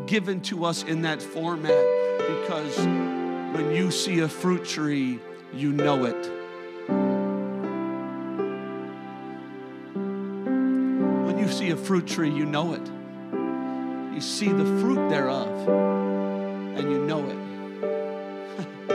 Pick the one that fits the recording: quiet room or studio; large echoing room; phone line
large echoing room